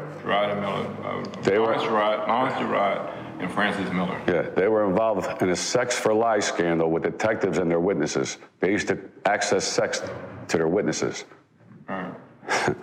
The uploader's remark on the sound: live at their turkey drive